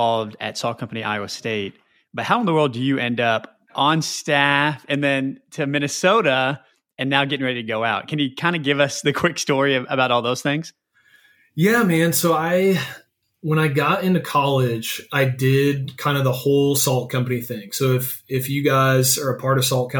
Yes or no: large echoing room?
no